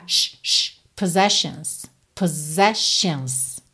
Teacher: na segunda vez, o som desses dois S é de S-H.